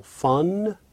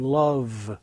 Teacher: Fun, the nasal, and love, the voiced fricative.